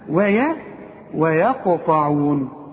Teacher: الواو ترقق دائما، الياء ترقق دائما، القاف هي المفخمة مع الطاء مفخمة برضو. هنقول ويا زي ما تقول وياك وياك.